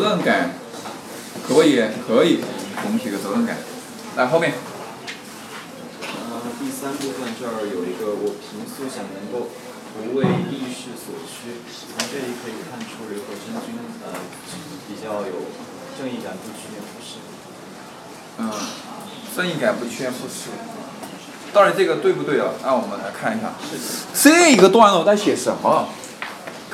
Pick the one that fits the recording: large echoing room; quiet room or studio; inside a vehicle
large echoing room